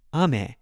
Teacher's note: If I want to say candy in Japanese, is ame, lower, higher.